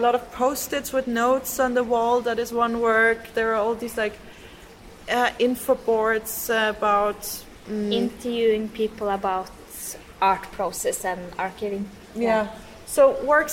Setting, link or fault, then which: setting, large echoing room